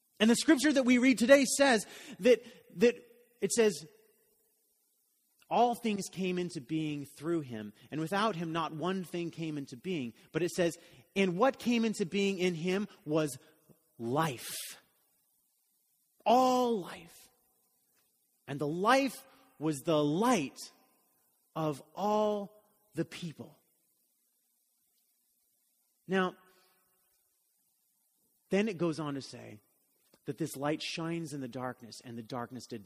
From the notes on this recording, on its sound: Message was delivered during the Contemporary Worship service